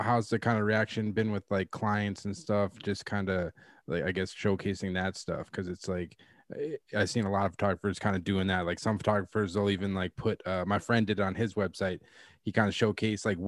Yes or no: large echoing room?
no